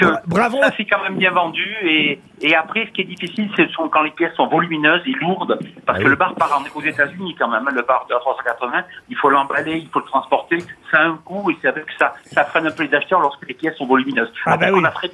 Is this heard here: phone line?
yes